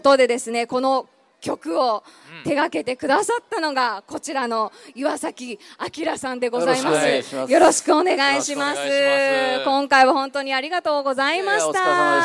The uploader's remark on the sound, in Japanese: 府立清明高校で「北区民ふれあいまつり」が催されました。RADIO MIX KYOTOは、ステージ上で公開収録を行いました。